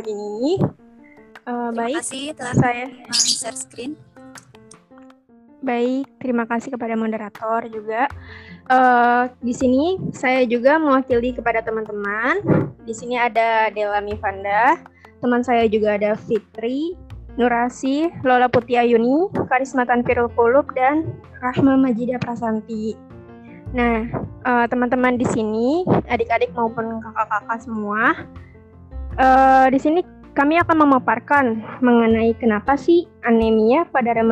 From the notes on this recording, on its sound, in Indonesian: Maaf suara tidak bagus karena record melalui zoom.